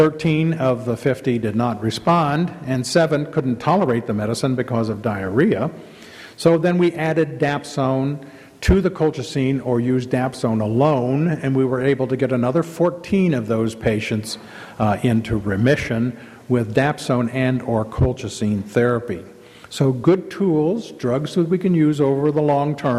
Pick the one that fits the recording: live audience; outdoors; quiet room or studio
live audience